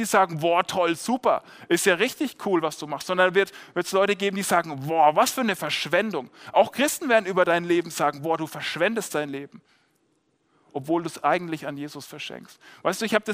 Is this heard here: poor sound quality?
no